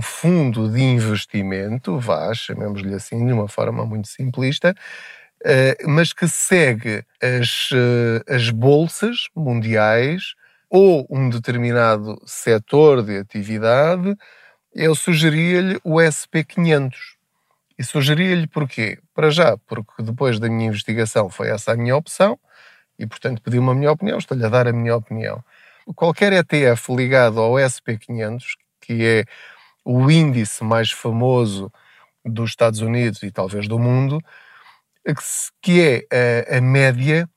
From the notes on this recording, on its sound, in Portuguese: Não ligue aos barulhos da viagem.